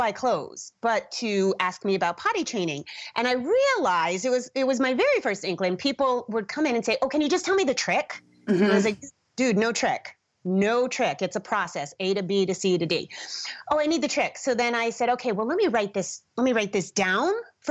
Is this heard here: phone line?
no